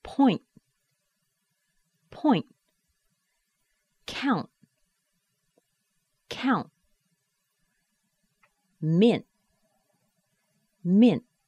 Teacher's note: When a word ends with NT or sometimes NTLY, we stop that word with a sharp stop. Now, it's kind of similar to the T held inside because you don't want your T to go out.